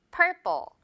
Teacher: 앞부분은 R 발음 살짝 넣어주고요. 뒷부분은 된소리로 가볍게 처리합니다.